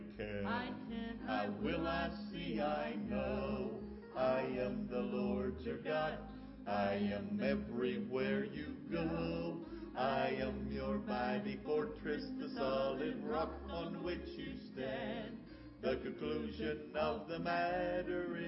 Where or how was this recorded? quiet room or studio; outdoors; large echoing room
large echoing room